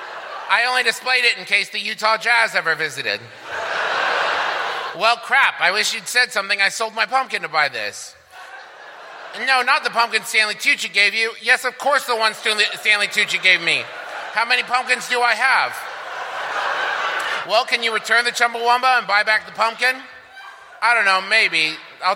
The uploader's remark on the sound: Is our annual holiday live show, which we recorded in the decidedly non-holiday month of September. It was also the live show featured in the MBMBaM TV show!